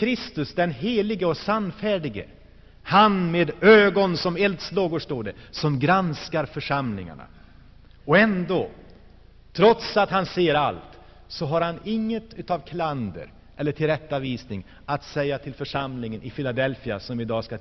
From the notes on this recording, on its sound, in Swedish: Inspelad i Saronkyrkan, Göteborg 1984-12-16.